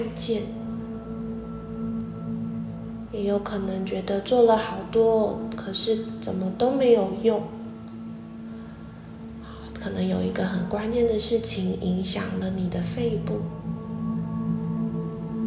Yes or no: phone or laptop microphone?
yes